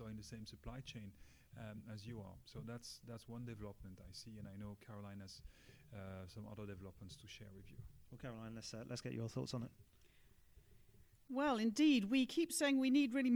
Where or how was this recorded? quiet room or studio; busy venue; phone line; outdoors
busy venue